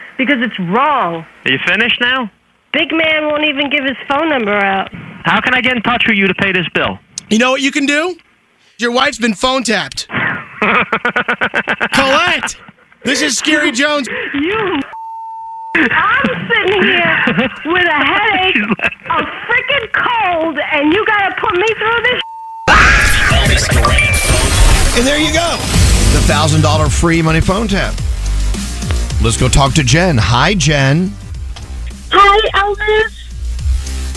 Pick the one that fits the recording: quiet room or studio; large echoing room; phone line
phone line